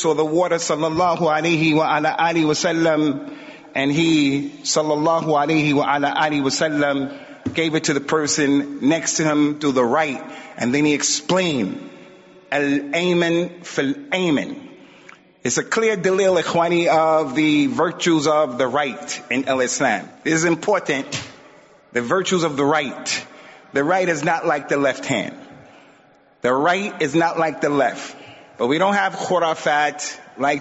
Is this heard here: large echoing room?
yes